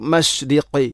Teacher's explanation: ഖാഫിനെ അതിൻ്റെ ഉച്ചാരണം മഖ്റജ് ചെറുനാക്ക്